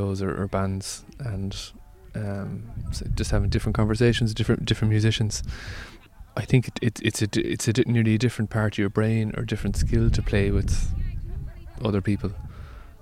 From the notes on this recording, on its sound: He played It Takes a Village festival in Trabolgan earlier this year - this interview was recorded by the beach the following afternoon from his raucous/informative set.